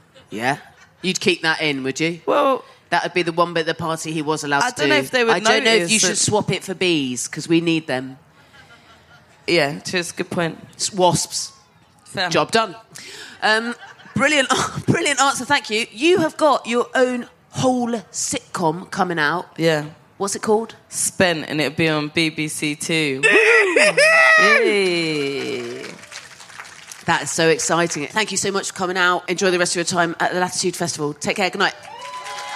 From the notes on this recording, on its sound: Live at Latitude. Recorded LIVE FROM LATITUDE FESTIVAL 2023.